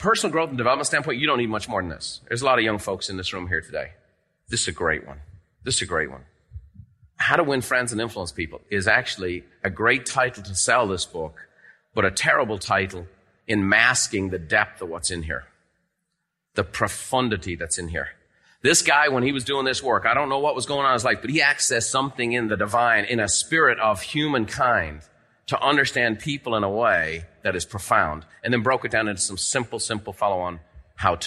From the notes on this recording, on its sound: In this episode, recorded live at the Buffini & Company MasterMind Summit.